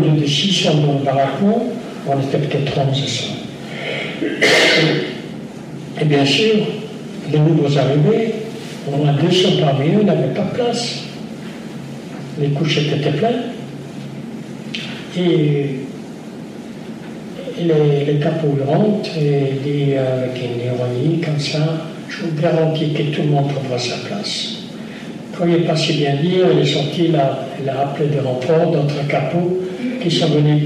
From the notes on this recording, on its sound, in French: Lors de cette conférence. Répond aux questions de l'assistance.